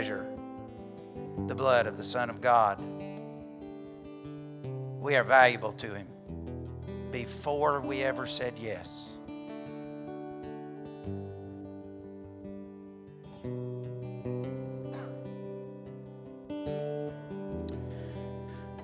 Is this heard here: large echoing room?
yes